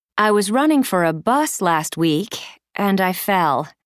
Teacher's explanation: Notice that the intonation falls and then rises slightly at the end of the first part of each sentence. · Term: Fall rise intonation